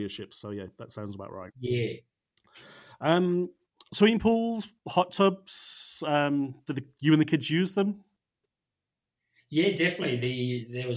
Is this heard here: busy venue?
no